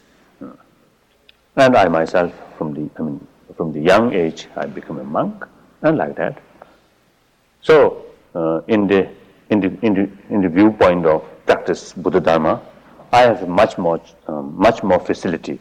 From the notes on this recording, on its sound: In this 1979 talk at Insight Meditation Society